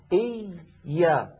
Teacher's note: الياء الأولى ساكنة والياء رخوة، فلذلك زمنها مساو لبس.